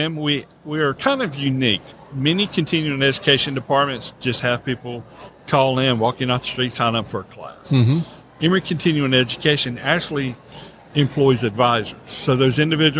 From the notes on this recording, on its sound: LIVE at the Business RadioX® remote at SOAHR 2023